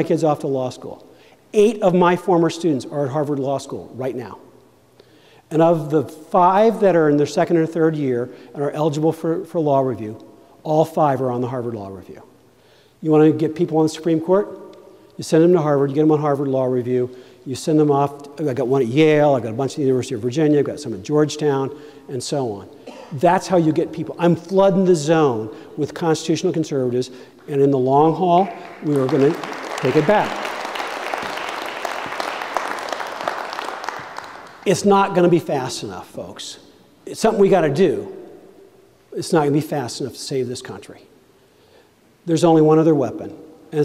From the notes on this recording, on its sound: Convention of States at Maine Town Hall. Speaks to a town hall in Maine.